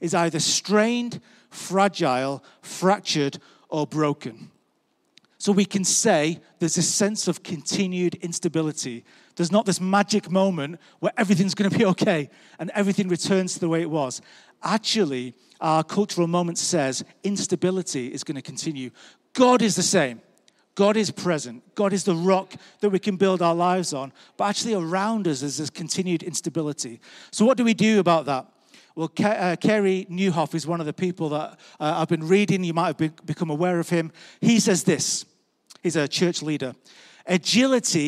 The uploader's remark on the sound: Recorded live at Life Church Lancashire 20th February 2021.